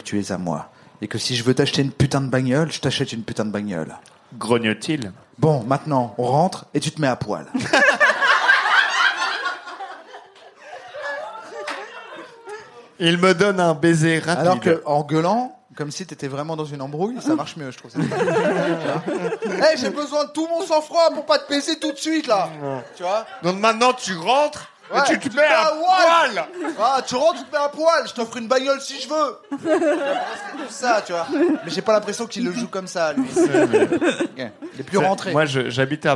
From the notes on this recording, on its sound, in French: en public au Charlie et sa bière à deux balles